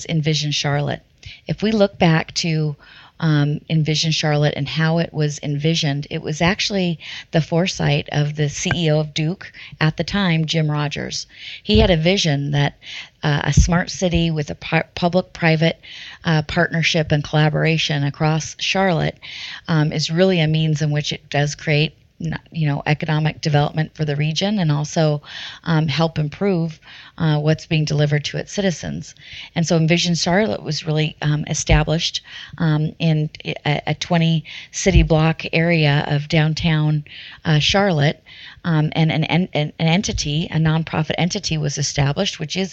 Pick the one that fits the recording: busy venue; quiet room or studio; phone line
quiet room or studio